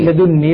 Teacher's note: لما أثبت نون الوقاية أدغمت بالنون التي بعد لدني فصارت إدغاما لدني فصارت مثقلة.